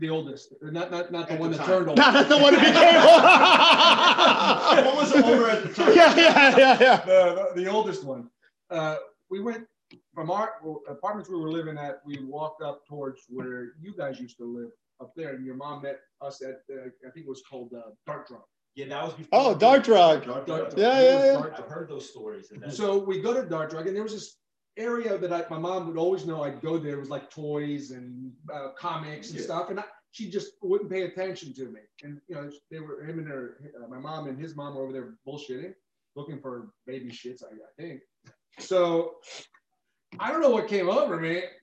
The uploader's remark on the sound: Dry Run - Pilot Episode w/bad audio. Sorry about the production had the wrong mic on!